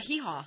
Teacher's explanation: that's not really any sort of front-of-the-mouth noise at all. That's just a back-of-the-throat like noise. · Term: glottal sound